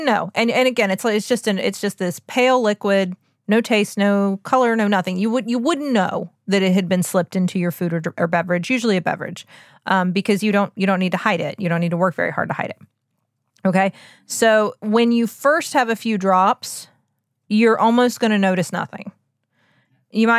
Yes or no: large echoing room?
no